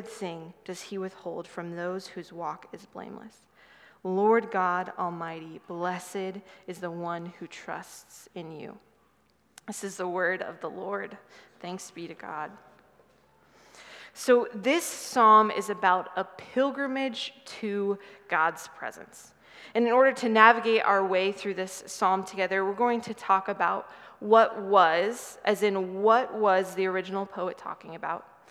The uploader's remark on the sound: Sermon from 6/11/23 preached at Good Shepherd Oak Cliff